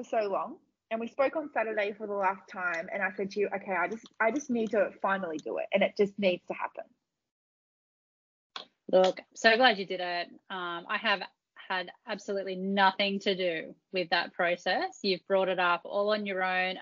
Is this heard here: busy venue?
no